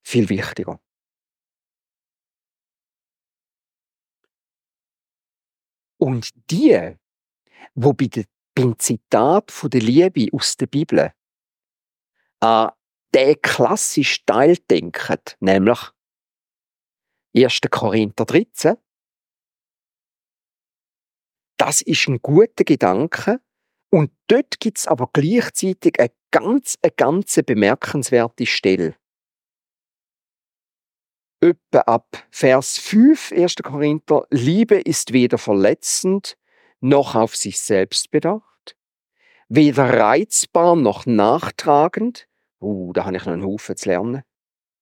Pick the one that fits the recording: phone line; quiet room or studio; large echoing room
large echoing room